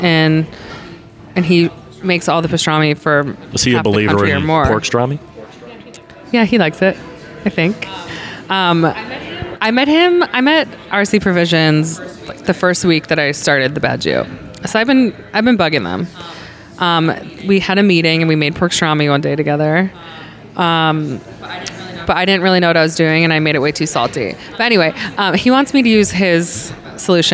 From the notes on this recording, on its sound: After lunch, we hit the coffee shop next to Larder where we recorded this podcast.